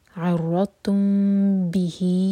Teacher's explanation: اور ضاد سکون پر تھوڑا سا ٹائم دیں اور اپنے سر پر ہاتھ رکھیں تو آپ کو فیل ہونا چاہیے وائبریشنز. عرضتم، عرضتم میم کے بعد با ہے تو میم پر اخفاء شفی کریں گے